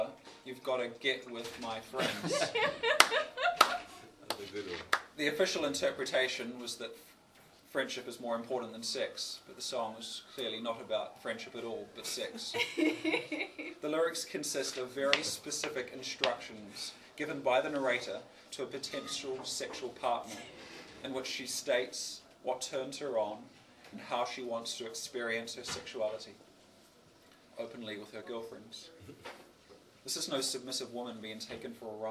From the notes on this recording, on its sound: Live spoken word performance. Recorded 2017-07-26 at the Absinthesalon, Melbourne, Australia.